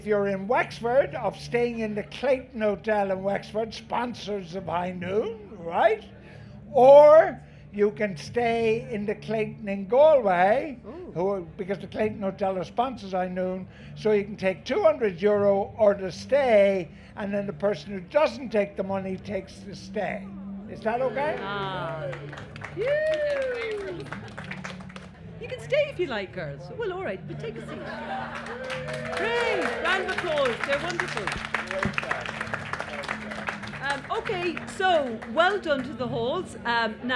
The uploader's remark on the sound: Live from Electric Picnic